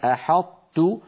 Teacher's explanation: الأمثلة الأخيرة التي نراها وهي قوله تعالى: أحط، هنا أدغمنا حرف القلقلة وهو الطاء في مجانسه وهو التاء